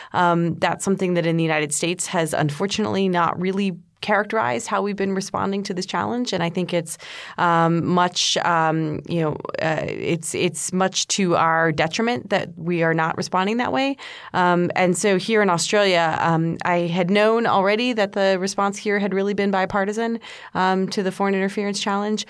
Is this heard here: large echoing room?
no